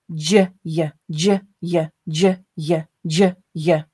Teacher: the j is involving a lot more of the front of my mouth. The y, the front of my mouth, is a lot more of relaxed.